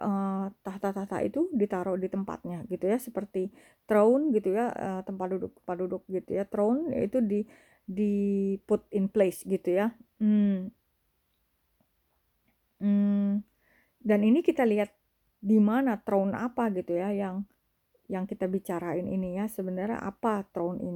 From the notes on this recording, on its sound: my voice in this recording is probably too low.